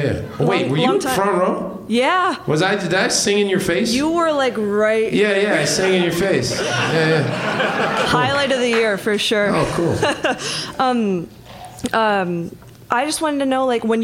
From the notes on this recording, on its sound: Live at Space. On-stage conversation at the club Space.